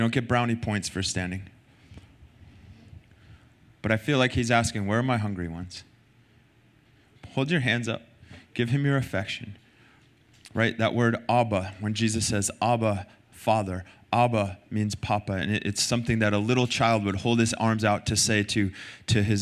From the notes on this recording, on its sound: Recorded sunday night service 3-12-2023